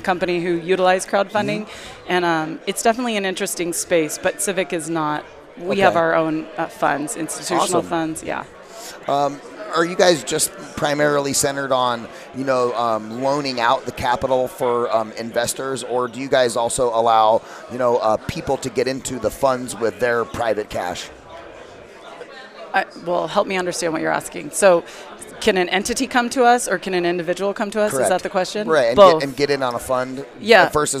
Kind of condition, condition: setting, busy venue